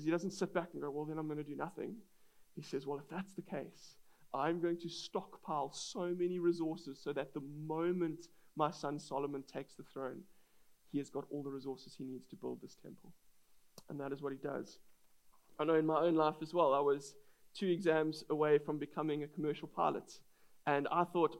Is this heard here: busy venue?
no